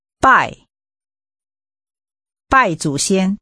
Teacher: Using a falling tone, say worship or worshipping.